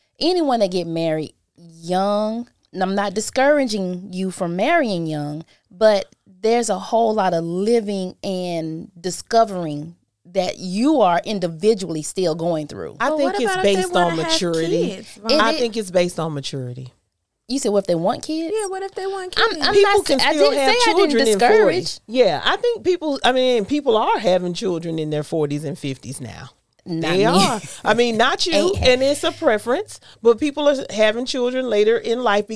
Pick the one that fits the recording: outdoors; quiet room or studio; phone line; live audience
quiet room or studio